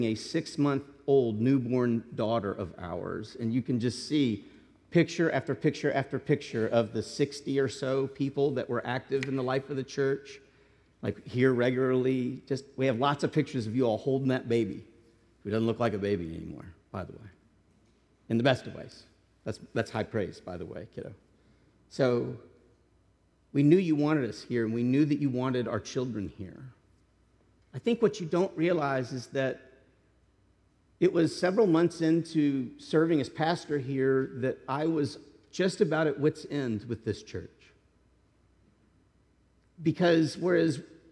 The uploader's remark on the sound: This message was delivered as a sermon to the congregation